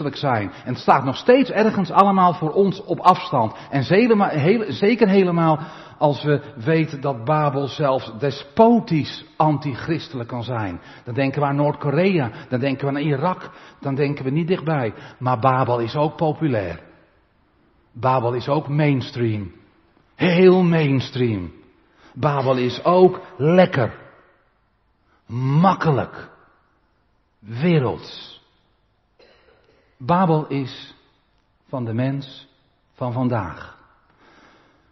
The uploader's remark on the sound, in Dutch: De preek is op 3 juli opgenomen in de Maranathakerk te Groningen